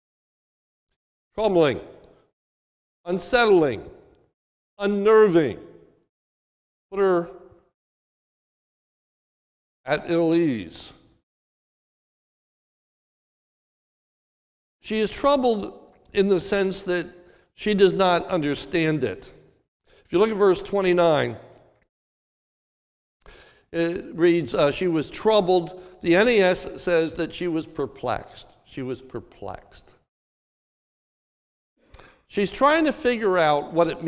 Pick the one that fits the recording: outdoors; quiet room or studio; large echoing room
large echoing room